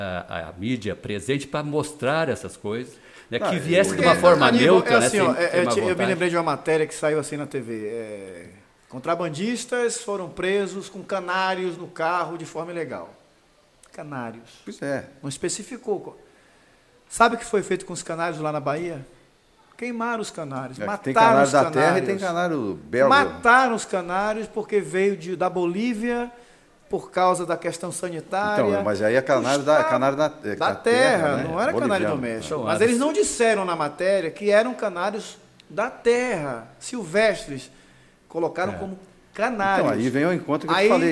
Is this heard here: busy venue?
yes